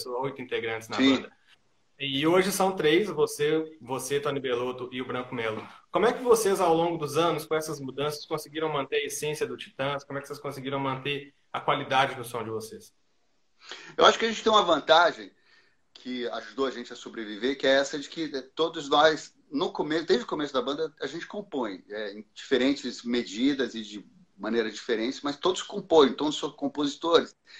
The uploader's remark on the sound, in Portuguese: ao vivo no instagram da Alvorada FM